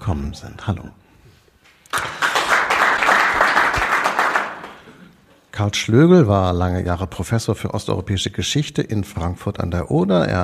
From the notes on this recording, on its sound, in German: Februar 2022 im Rahmen von „2 um 8 – der radioeins- und Freitag-Salon“ am Berliner Ensemble aufgezeichnet.